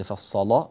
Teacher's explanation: وقد فصل نغلظ اللام ونرقق الفاء